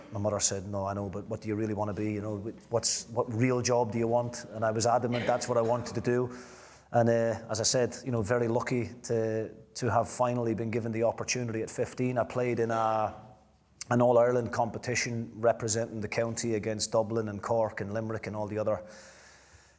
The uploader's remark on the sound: A live Q & A event. At DC Thomson HQ in Dundee.